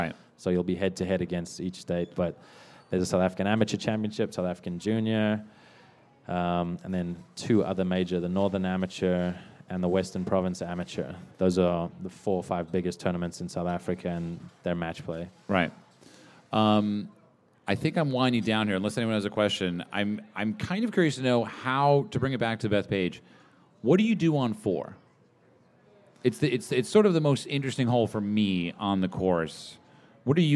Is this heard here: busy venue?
yes